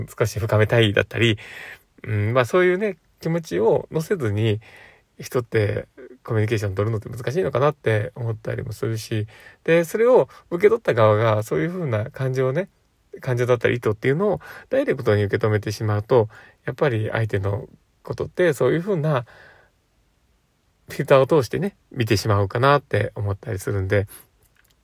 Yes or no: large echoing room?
no